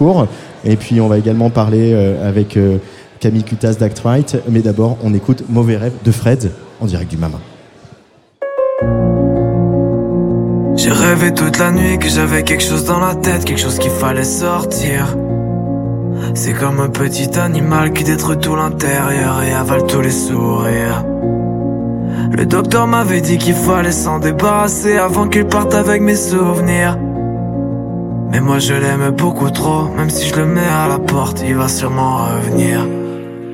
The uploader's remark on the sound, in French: l'équipe de Tsugi Radio est tranquillement installée au bar à l'étage du Trianon avec des micros